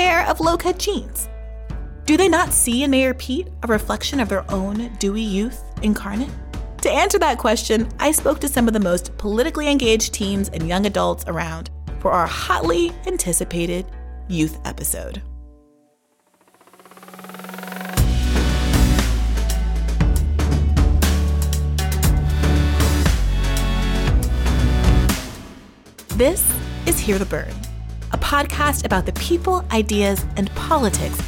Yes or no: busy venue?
no